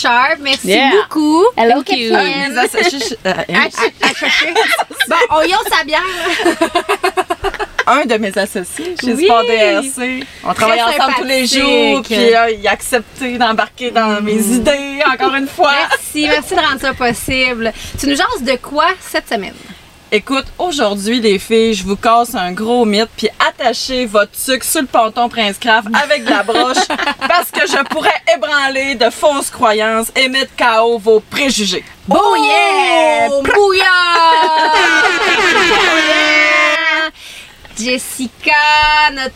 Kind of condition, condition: setting, outdoors